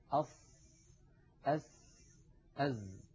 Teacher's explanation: نضع رأس لساننا عند الصفحة الداخلية للأسنان السفلى · Term: حروف الصفير